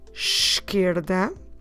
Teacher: Esquerda, starting with the sound of a sh, esquerda. And unlike English, I don't say the left eyebrow.